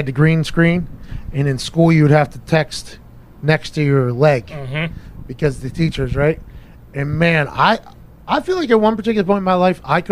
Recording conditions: inside a vehicle